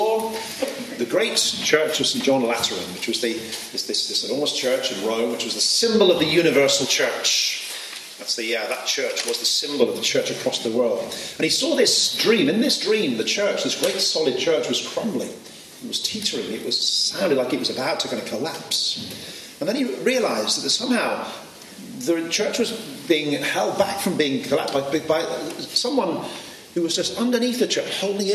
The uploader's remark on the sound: This podcast was recorded at the 2019 OMS Vow Ceremony in Belfast Ireland